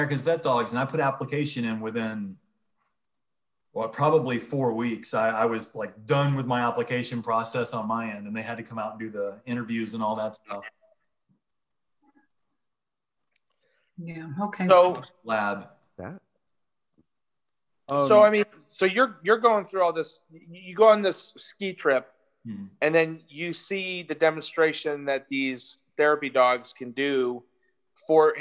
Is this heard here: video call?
yes